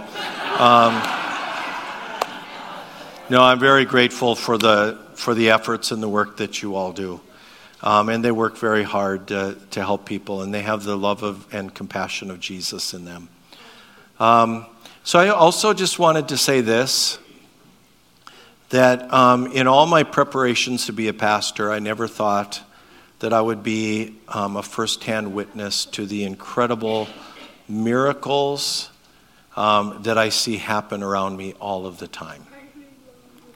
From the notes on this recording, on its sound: Audio from our Thanksgiving Eve Service that was held November 23rd at Lighthouse Church.